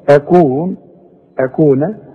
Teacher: كلها مرققه وفيها مد طبيعي